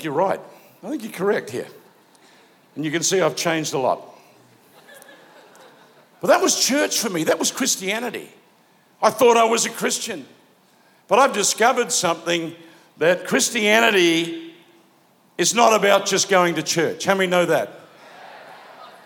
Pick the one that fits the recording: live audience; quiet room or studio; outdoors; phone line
live audience